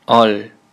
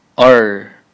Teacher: 韩语当中没有儿化音，注意一下，没有卷舌 · Shown in: first take